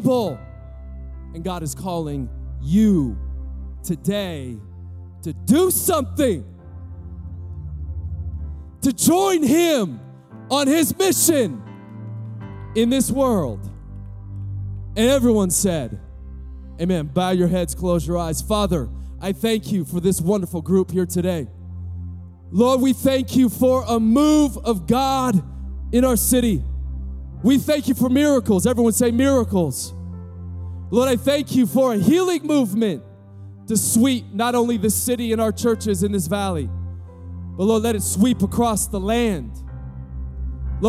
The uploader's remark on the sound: Recorded live at Capital Church, from the Church on the Lawn Series.